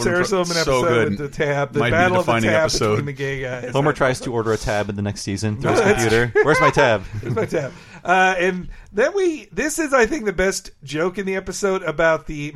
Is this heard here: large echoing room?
no